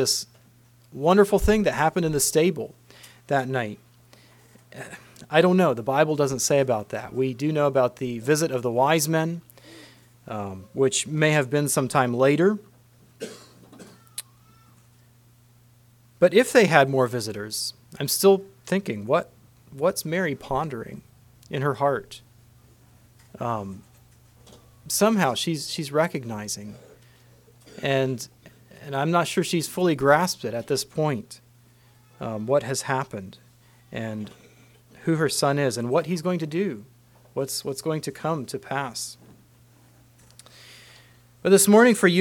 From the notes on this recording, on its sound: Christmas message preached at Word of Hope